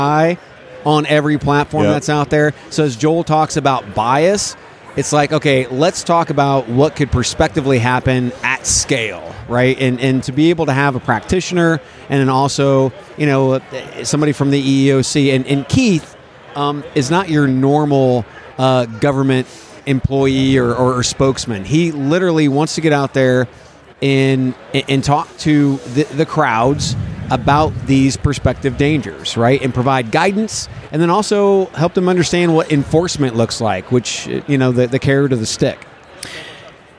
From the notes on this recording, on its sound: I caught up with them afterwards on the expo floor